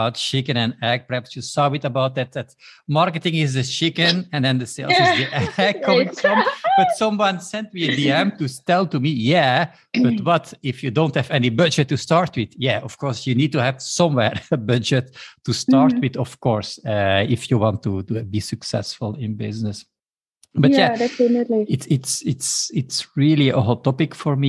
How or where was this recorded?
video call